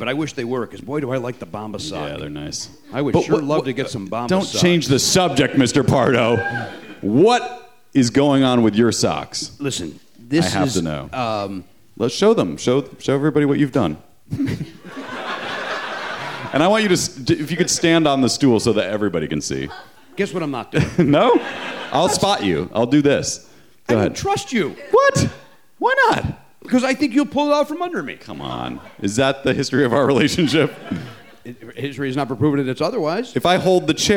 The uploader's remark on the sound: Live in Washington, DC. Perform at the Drafthouse Comedy Theater. Recorded live.